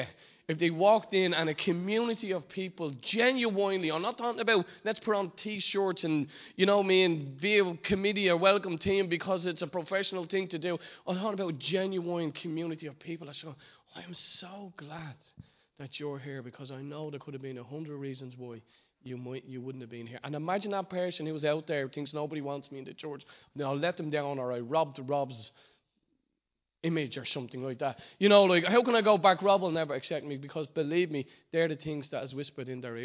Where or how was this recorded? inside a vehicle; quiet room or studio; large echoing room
large echoing room